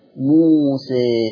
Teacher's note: الإمالة الثانية اللي نزلت بالألف وكادت تقترب من الياء · Term: إمالة كبرى